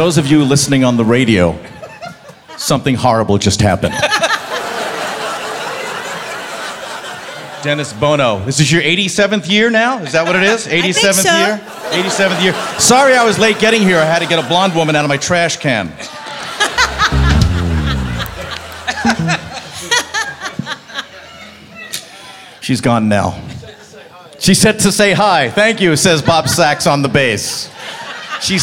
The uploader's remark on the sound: Live at the SouthPoint Casino